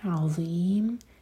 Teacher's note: زبان اوپر والے دانتوں کو ٹچ کریں اور تھوڑی سی ٹپ باہر ہوگی اور پیچھے سے زبان اٹھائیں گے تاکہ ہیوی نظر آئے